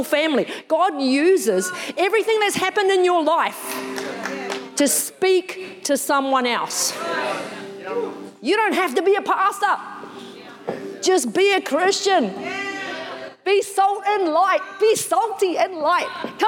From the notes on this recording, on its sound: Recorded in the 9am service